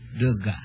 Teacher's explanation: The accent is on the last syllable.